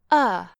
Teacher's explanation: At the center is the most common vowel sound of uh. It is the most relaxed and natural vowel. It takes almost no effort of the tongue or the throat to create the sound.